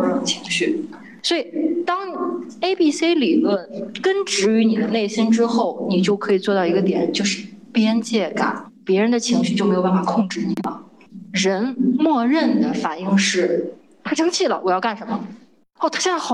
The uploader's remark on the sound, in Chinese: 剪辑师已经尽量修复音质了！话筒有一点回声。